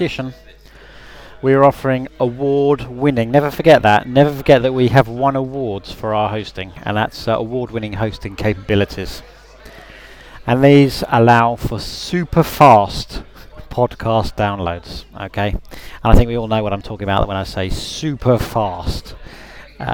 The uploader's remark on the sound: Live from a recent Jellycast promotional event.